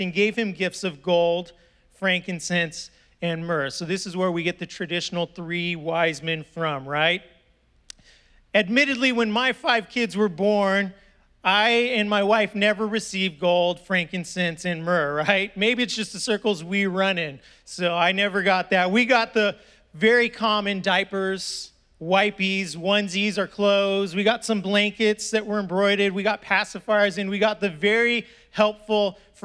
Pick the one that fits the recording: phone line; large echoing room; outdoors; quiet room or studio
large echoing room